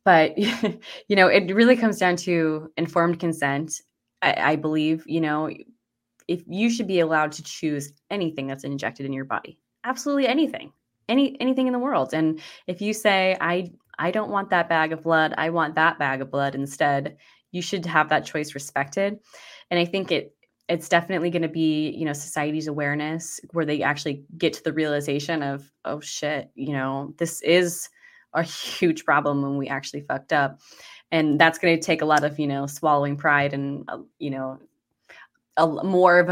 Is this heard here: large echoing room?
no